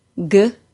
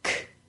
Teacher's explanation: The G sound and K sound are made at the back of our mouth by pressing our tongue up against the soft palate, then letting go with a little puff of air. The G sound is voiced, the K sound is unvoiced.